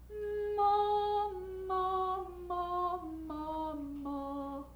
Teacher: close to an M, which means that the lower lip comes up and meets the upper lip. You don't bring the upper lip down for the lower lip, okay?